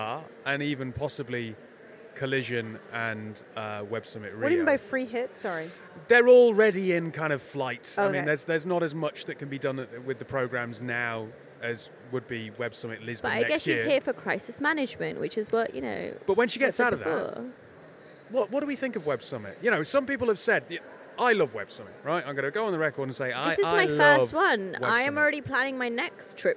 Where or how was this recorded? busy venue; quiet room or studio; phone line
busy venue